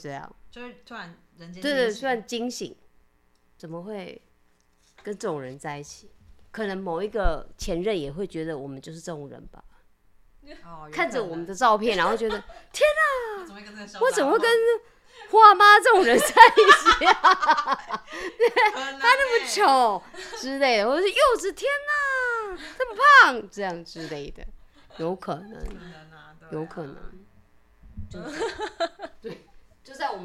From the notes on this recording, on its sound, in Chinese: 所以前幾天兩位好友來家裡住幾天，晚上喝酒閒聊，即使只有一隻麥克風，導致收音效果忽大忽小，但實在太有趣了依舊決定開錄！